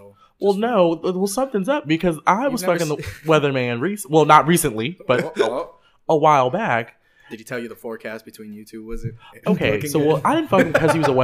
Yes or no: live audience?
no